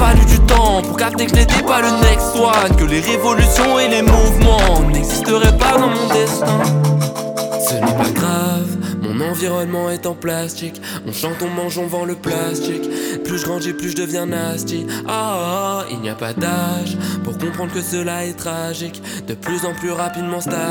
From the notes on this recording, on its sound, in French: À la conférence de presse du nouveau Longevity Festival. Réalisé en direct dans Le 16-18.